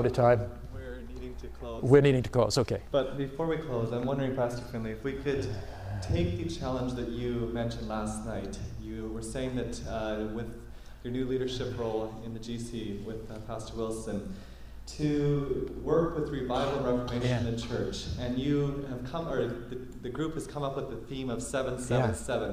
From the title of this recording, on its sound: Challenge to the students at AMEN conference 2010